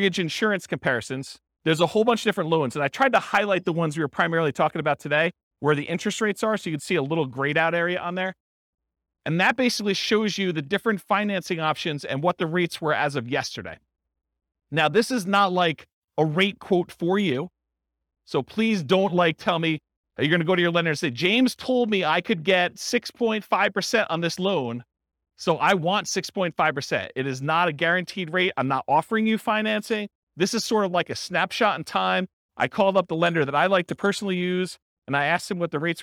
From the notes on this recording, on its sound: This was a live class recorded